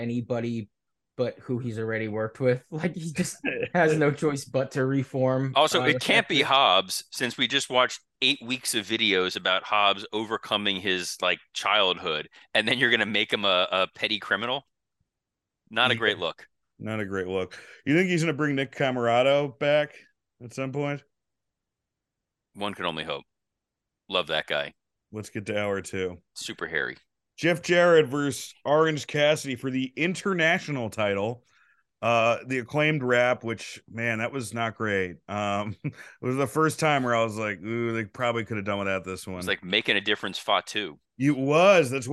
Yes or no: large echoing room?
no